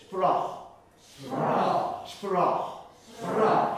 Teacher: シラブルとしては母音が1個しかありません。このアーっていうだけがリズムで